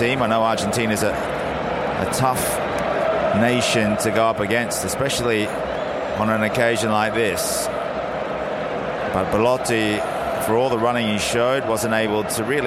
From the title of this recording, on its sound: live from Wembley